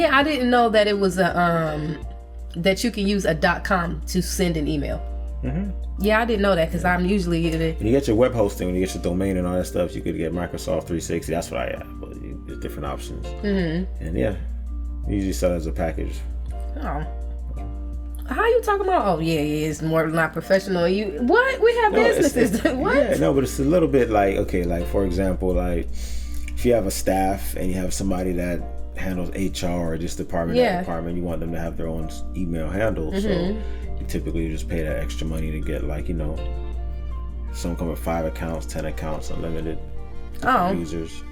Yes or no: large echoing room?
no